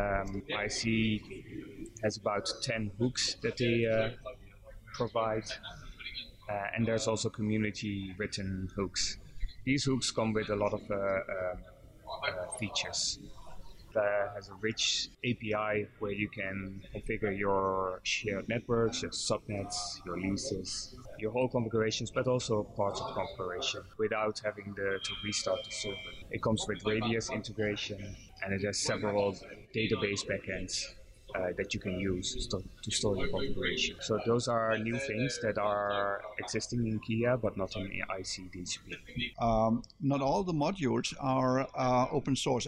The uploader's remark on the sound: RIPE was a busy event, as evidenced by the noise and conversations in the background